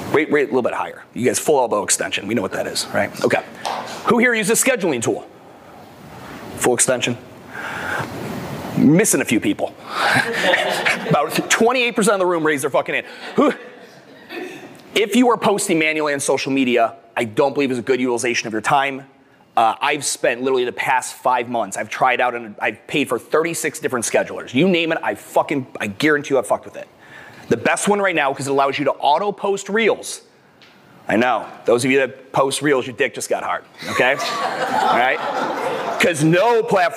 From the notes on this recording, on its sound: the keynote I gave at the 2022 MADabolic Franchise Conference